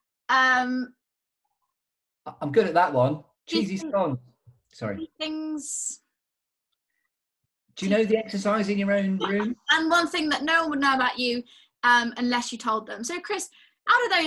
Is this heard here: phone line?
no